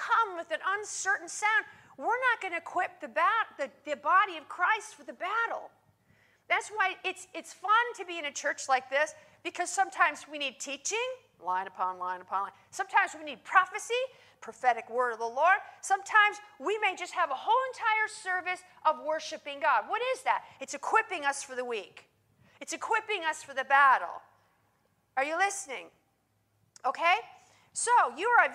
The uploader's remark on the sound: In this teaching, recorded live at Worship Church.